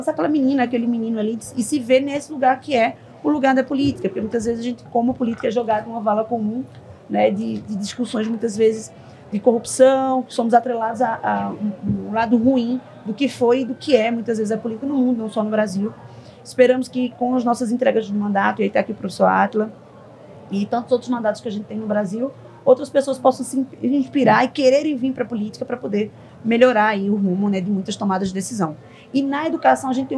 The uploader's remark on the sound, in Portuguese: Este episódio foi gravado durante o XV CBESP, principal congresso da educação superior brasileira.